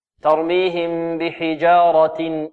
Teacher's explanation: ميما بغنة مع الإخفاء